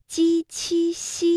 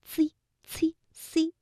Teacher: 舌面的前部和硬腭的前部接触或者是接近构成阻碍 · Shown in: first take · Term: 舌面音